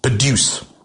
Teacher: There's so many words in the English language that have similar spelling, and the way in which you, whether it's a noun or a verb, it changes. If you stress on the final part of the word, produce, it becomes a verb.